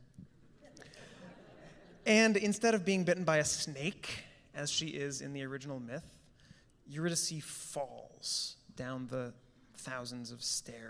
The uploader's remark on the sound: A Pre-Performance Talk. Recorded live on Saturday, February 8, 2020.